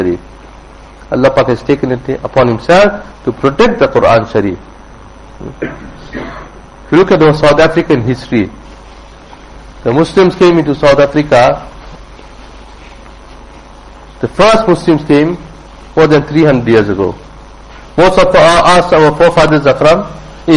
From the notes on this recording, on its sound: Jumuah Lecture at Musalla Musab bin Umayr